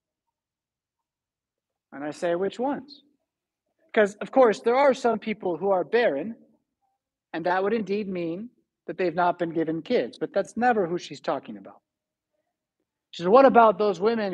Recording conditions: large echoing room